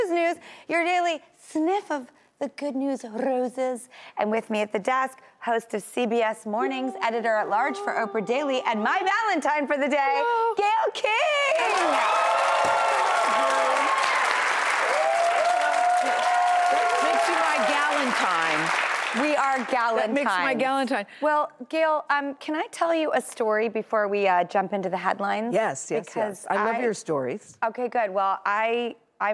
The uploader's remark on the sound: we've filled the entire studio audience with singles looking to make a love connection